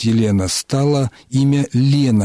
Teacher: Это имя начинается с гласного звука, и этот гласный звук не является ударным, поэтому в итоге уменьшительное от Елена, уменьшительным от Елена стало имя Лена. · Term: Отпадает начальный гласный